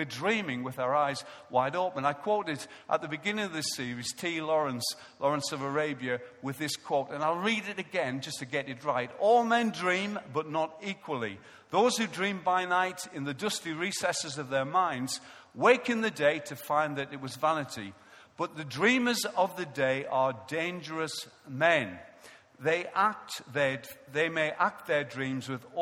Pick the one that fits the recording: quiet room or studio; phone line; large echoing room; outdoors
large echoing room